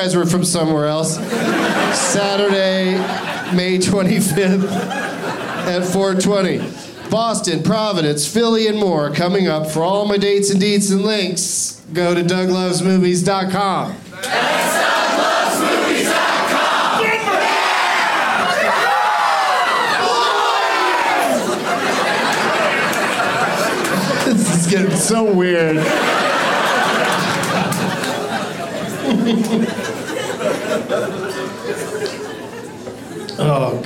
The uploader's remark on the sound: Live from Comedy Works in Denver